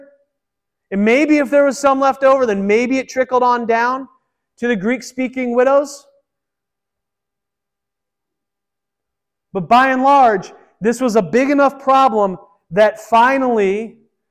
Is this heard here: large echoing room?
yes